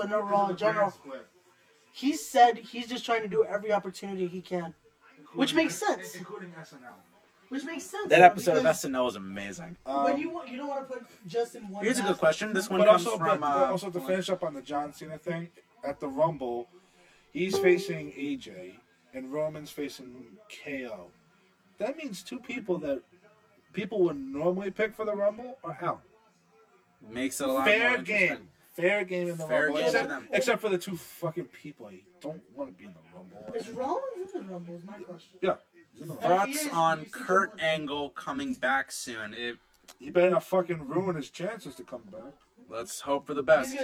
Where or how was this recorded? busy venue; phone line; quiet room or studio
busy venue